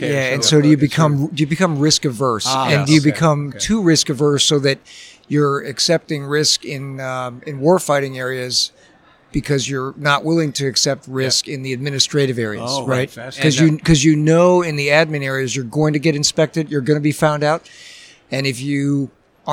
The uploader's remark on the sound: live from the San Diego Convention Center